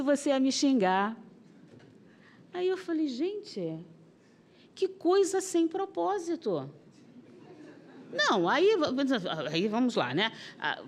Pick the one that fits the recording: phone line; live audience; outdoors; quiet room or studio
live audience